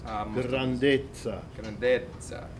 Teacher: You can roll the R, but you must double the Z's.